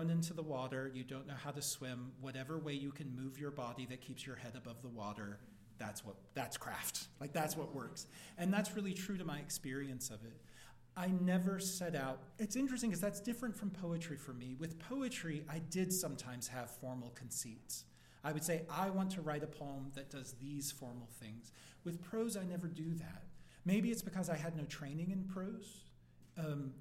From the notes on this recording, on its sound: 2019 Writers' Block Festival.